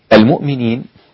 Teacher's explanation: أبدل هنا الهمزة واوا من جنس الحركة أو الكلام، المؤمنين، هذا هو الإبدال، بدلا من الهمزة المؤمنين أبدلناها واوا لأن الميم مضمومة، المؤمنين هكذا.